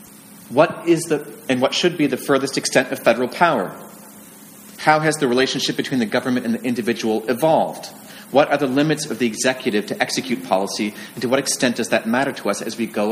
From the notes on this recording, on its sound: This conversation was originally recorded live at the American Writers Museum.